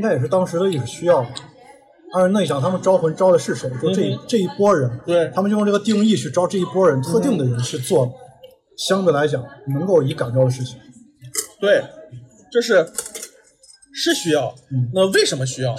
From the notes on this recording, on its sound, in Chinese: 我们在西安的一家烤肉坊吃饭时候录制的夜谈节目，完全没有任何事先的准备，几乎就是全程freestyle。